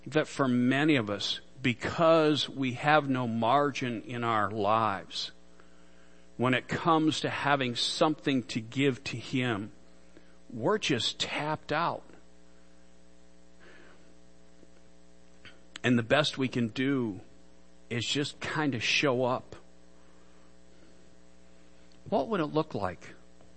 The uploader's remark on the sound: Worship Service - Audio